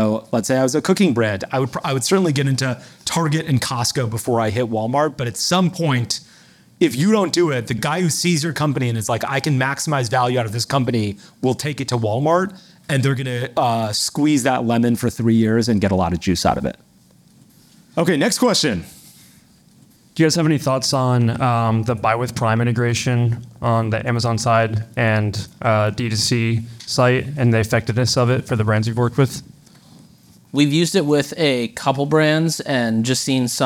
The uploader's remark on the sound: Live from Marketingland. In this special live episode from Marketingland 2023. A live audience Q&A session.